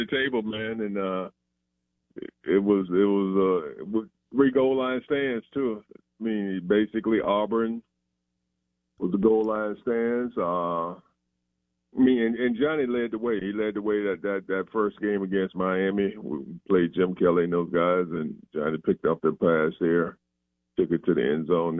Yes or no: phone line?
yes